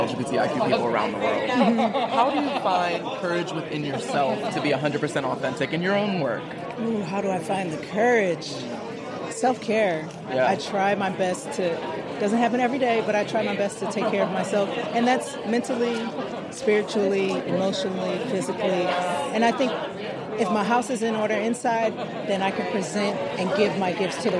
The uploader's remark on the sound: Live From The Celebration of Courage Gala